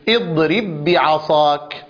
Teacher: وجب إدغام الباء الأولى في الباء الثانية فصارت مشددة بالكسر · Term: وجوب الإدغام